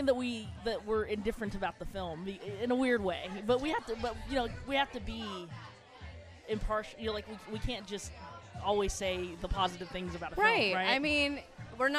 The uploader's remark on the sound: Coming to you live from The Social Study in the heart of the Fillmore district of San Francisco at the "That's What She Said" monthly speaking event.